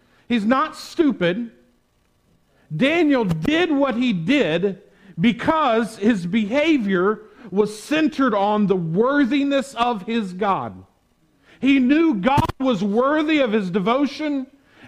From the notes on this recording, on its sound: Preached on Sunday January 24, 2021 at the Tarrant Bible Methodist Church. Preached on Sunday January 24, 2021 at the Tarrant Bible Methodist Church.